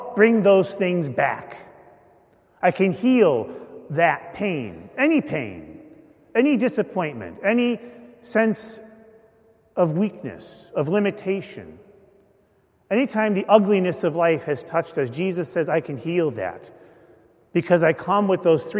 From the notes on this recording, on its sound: Homily delivered at a Mass of Healing for Victims of Abuse, celebrated at St. Paul Church in Glastonbury, CT.